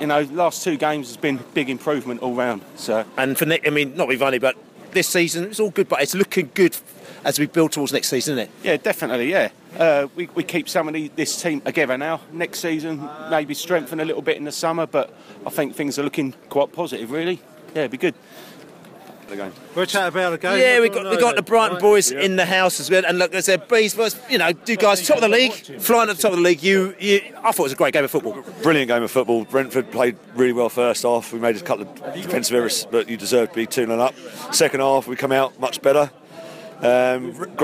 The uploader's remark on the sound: post-match podcast from the pub